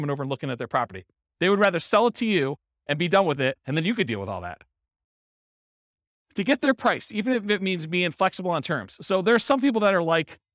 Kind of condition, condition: setting, live audience